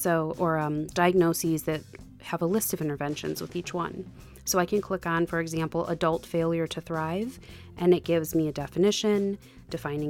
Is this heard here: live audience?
no